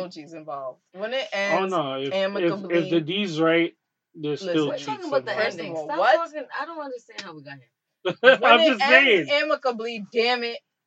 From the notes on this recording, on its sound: AUDIO IS POOR DUE TO TECHNICAL DIFFICULTIES.